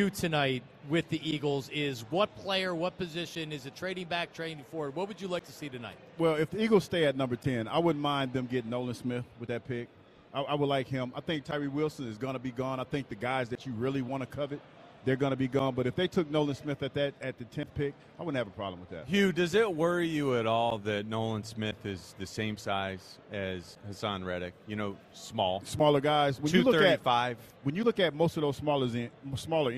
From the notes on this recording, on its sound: Broadcast live from the Linc.